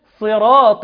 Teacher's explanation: الصاد طبعا في أقل درجات التفخيم أيضا